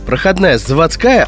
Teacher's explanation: Именно в таких географических названиях. А заводская, да, там ударение переходит на окончание.